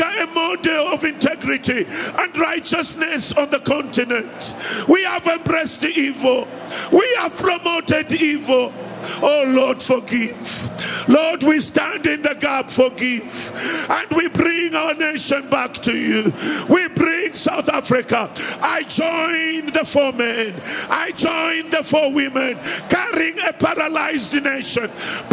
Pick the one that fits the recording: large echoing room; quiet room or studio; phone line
large echoing room